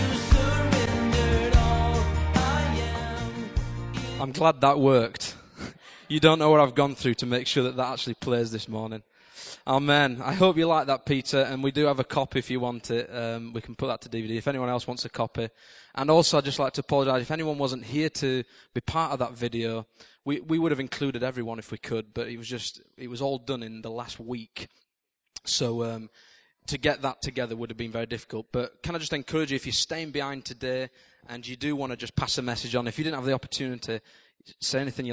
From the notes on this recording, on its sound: This recording comes from King's Church and was taken at the end of September 2010.